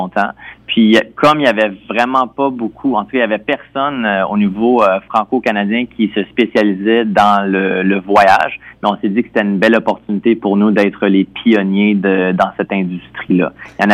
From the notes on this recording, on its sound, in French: S'est entretenue au téléphone avec notre journaliste.